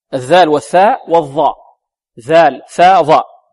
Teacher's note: تخرج من منتهى طرف اللسان